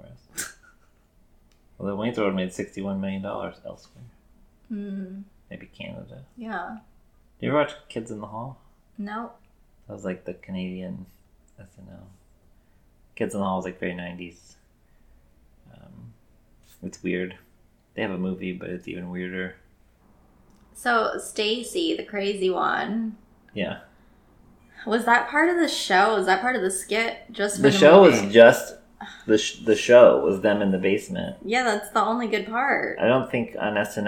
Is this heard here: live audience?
no